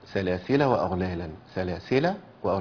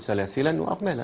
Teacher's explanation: كلمة سلاسلة بيبقى في حالة الوصل بلا تنوين · Shown in: first take